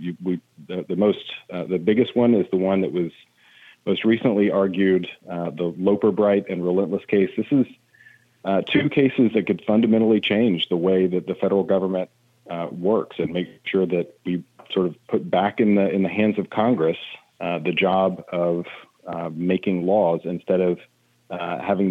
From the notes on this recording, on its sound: we take your calls in open phones across America